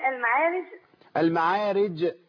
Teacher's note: وبعدين كلمه المعارج بقلقله الجيم مش المعارج